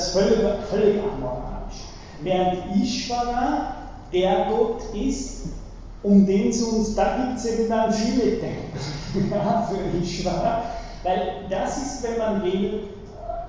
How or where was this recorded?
large echoing room